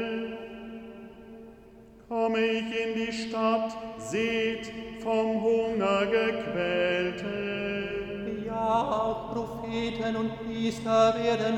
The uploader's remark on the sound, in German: Mitschnitt der Trauermette an Karfreitag